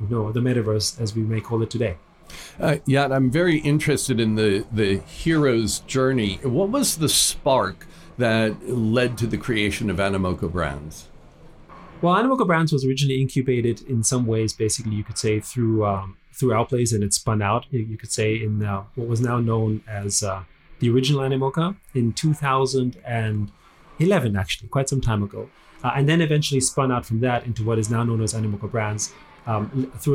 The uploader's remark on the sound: LIVE from Hong Kong FinTech Week.